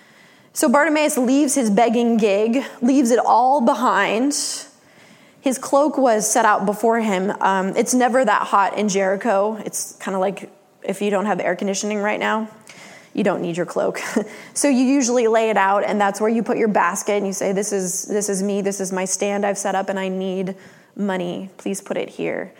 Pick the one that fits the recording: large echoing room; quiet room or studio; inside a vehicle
large echoing room